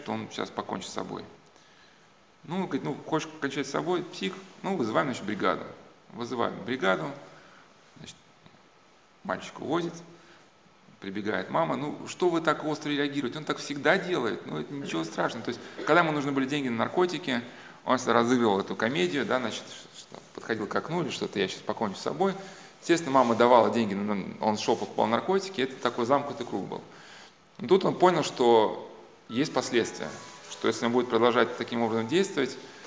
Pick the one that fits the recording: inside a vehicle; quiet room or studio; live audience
live audience